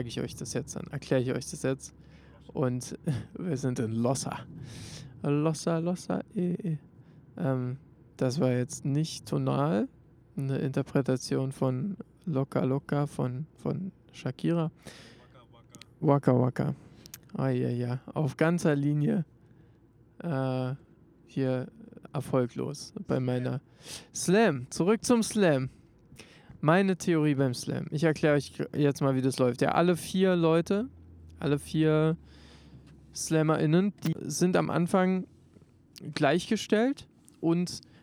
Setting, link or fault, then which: setting, inside a vehicle